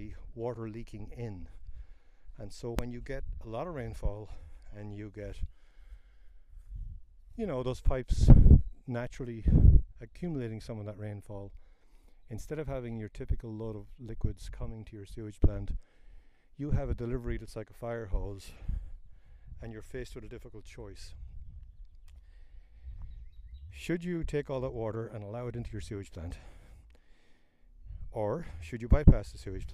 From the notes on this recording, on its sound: These are some of the questions I discuss as I walk about in the Winooski River floodplain. This a recording out in the natural world and the audio quality is sometimes affected by wind. And airplanes.